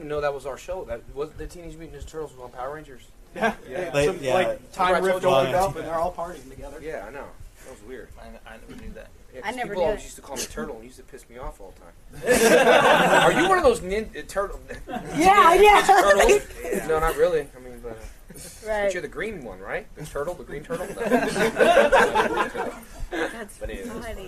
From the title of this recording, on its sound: Power Rangers Press Panel at Anime Central 2008